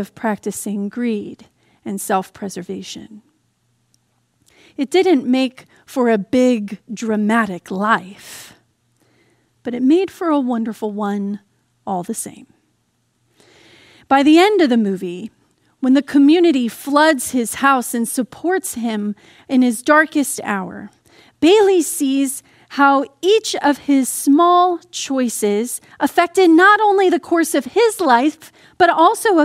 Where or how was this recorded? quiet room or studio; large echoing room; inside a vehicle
large echoing room